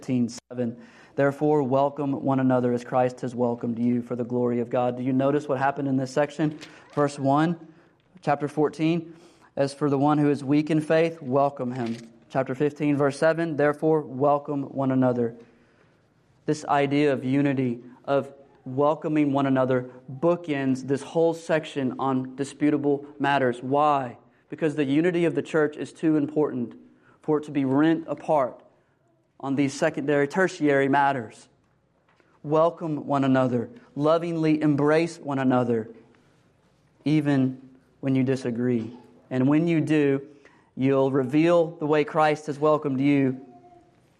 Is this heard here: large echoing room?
yes